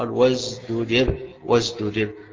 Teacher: وازدجر يقال فيها ما يقال فيما قبلها، أصلها وازدجر استجر. يبقى هنا التاء بعدها الجيم صعب، واحدة مهموسة والتانية مجهورة، فلذلك عبر بواحدة بين الاثنين تعطي المعنى ويكون سهلة في النطق